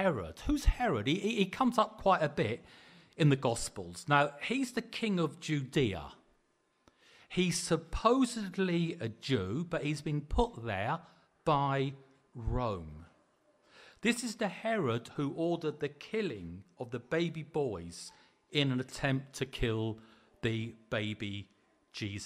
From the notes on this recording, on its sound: Preached at the LCC Sunday Service